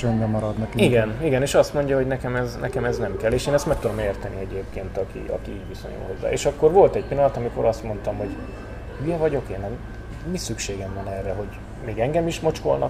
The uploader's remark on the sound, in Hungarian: kihasználtam a kávéházi találkozót és én is készítettem vele egy felvételt